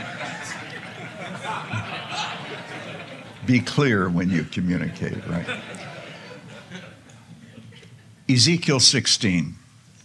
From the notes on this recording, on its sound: delivers this workshop session at the 2023 Shepherds 360 Conference